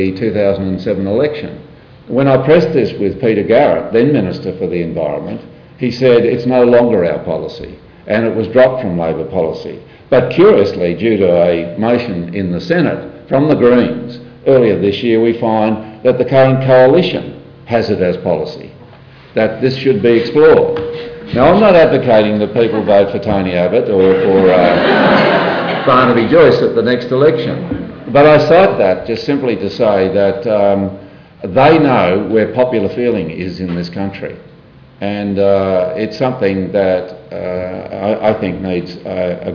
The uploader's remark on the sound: THIS LECTURE TOOK PLACE AT THE UNIVERSITY OF SYDNEY 13 SEPTEMBER 2012 AS PART OF THE SYDNEY IDEAS PROGRAM.